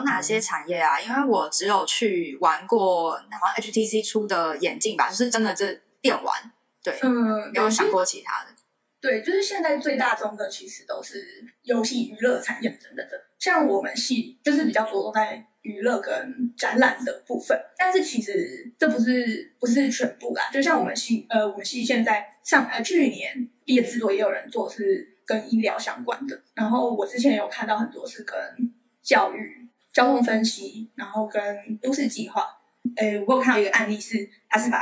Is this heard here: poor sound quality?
yes